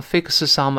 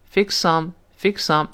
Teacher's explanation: fix 口语中是表示这做饭呐，什么，什么，沏茶、沏咖啡，这个意思，那。所以他说，I'm gonna fix some porkchops。这个 fix 跟那个 some 连在一块儿， fixsome， fix 啊，不要读成 fix some 啊，fixsome，不，这就不对了。那个 fix 有一个 s， some 又是 s，这两个 s 并成一个了。 · Shown in: second take · fixsome， fixsome，就这么一个声音，啊。porkchops，我们知道 pork 是表示猪肉的意思，不可数名词，啊。后面这个 chop 本来可以表示，做动词呢，就是用力往下跺，当当当这么跺。那做名词呢，就可以表示累排呀、排骨啊，因为你要剁碎了、剁剁开了才能钝嘛，对不对？所以表示排骨，那我们读一下英式发音读出，chop。没事呢，变成 chop，chop 这么个声音。我们读